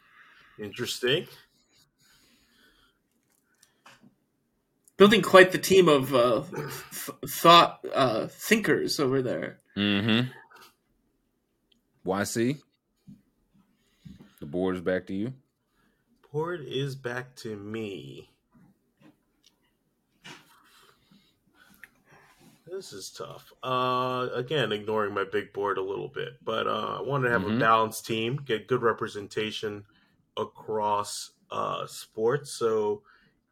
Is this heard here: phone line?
no